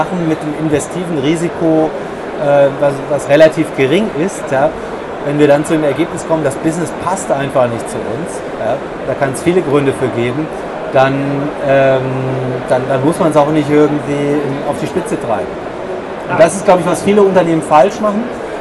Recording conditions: busy venue